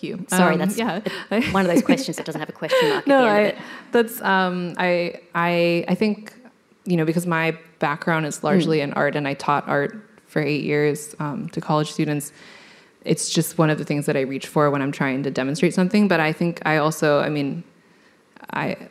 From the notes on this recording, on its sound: The event was recorded on Monday 22 May 2023 at the Wheeler Centre as part of World of Words.